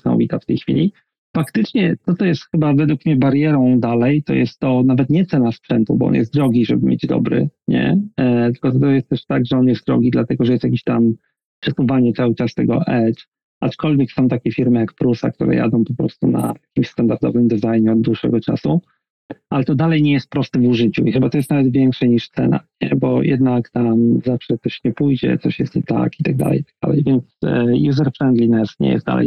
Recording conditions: video call